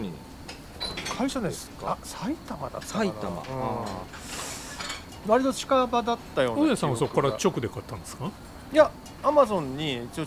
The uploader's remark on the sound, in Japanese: 忘年会を兼ねて12月に某カフェのテラス席で収録したもの。3人でワイン飲みながら語り合います。